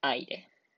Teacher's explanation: 最後から2番目の最初のアイのアにアクセントが置かれます